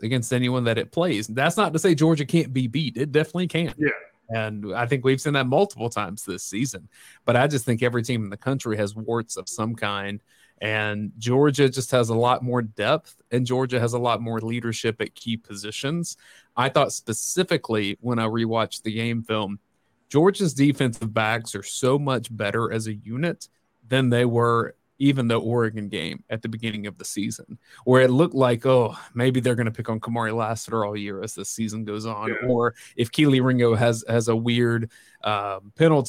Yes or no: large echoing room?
no